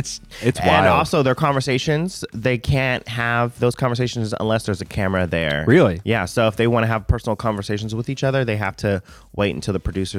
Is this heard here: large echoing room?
no